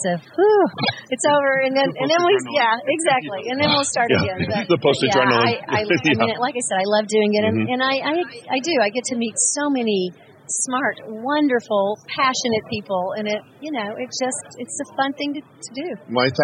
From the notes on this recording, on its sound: Live from the DistribuTECH 2019 show floor. On the DTECH 2019 Show Floor. Live from the DistribuTECH 2019 show floor.